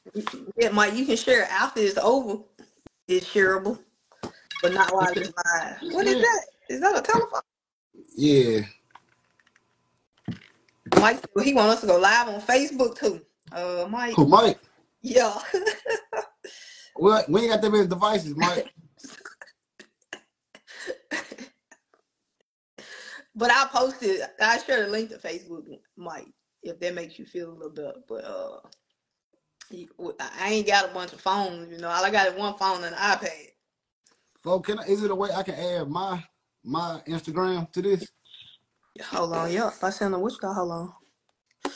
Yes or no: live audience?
no